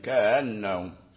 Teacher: جاء التسهيل بين الهمزة والألف